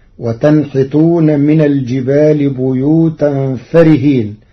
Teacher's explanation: قرأ ورش كلمة فارهين بحذف الألف التي بعد الفاء فتصير وتنحتون من الجبال بيوتا فارهين صفة مشبهة.